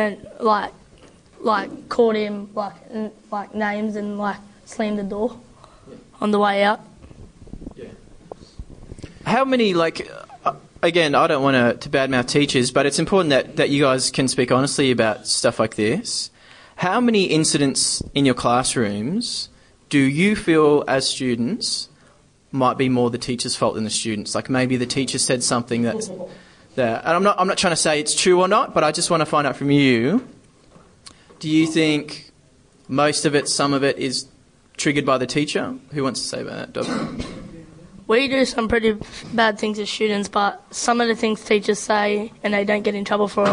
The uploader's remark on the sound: This is our last live school session for the term